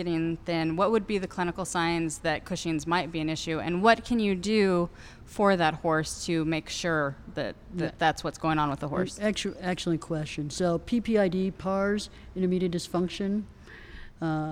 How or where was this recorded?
busy venue